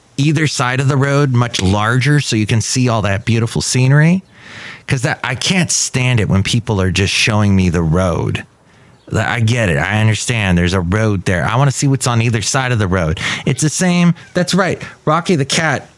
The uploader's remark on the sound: podcasts live from Café Anyway